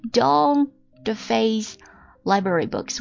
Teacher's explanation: 念这个 don't 的时候呢，可以把 t 完全省掉。